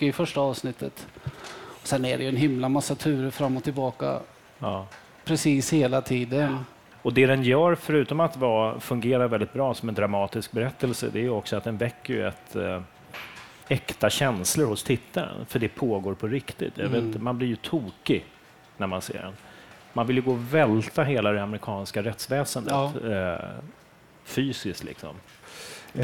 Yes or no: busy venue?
yes